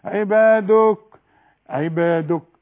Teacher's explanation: يبقى أنت بتحط لها واو من عندك، هي مضمومة بس، فما حطلهاش واو